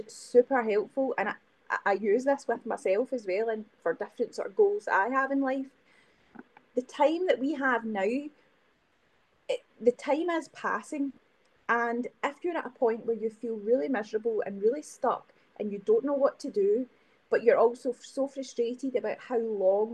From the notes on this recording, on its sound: My apologies for the poor sound quality in this episode!